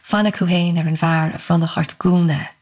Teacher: it just creates this nice echo of the long U vowel sound